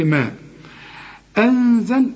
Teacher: أدي نون وبعدها زين، برضو زين من حروف الإخفاء، هنا تغن لازم